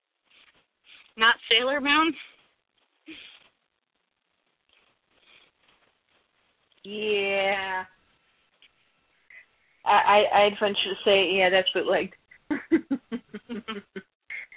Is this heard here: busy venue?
no